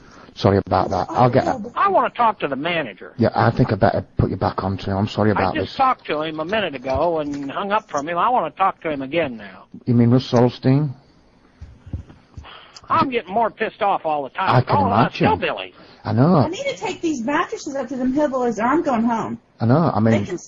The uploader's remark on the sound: Prank Phone Calls